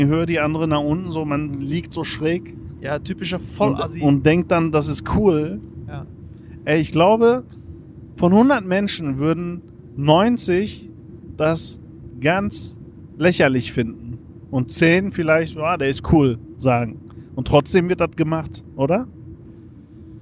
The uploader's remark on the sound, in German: Aufnahme auf der Autobahn